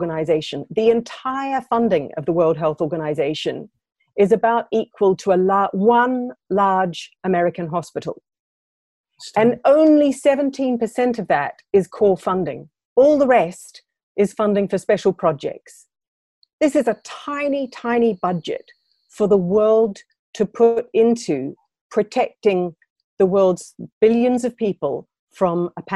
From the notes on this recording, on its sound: we share exclusive audio from our first ever webinar for subscribers, held last Friday